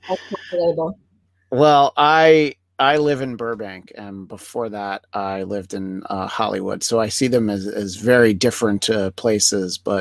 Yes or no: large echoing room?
no